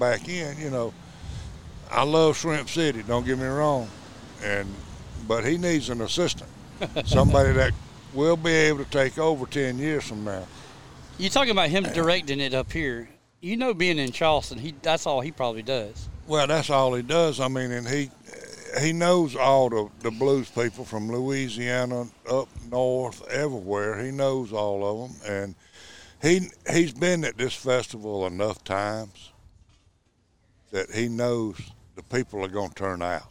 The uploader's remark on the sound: The guys are at the Festival of Discovery in uptown Greenwood for todays podcast.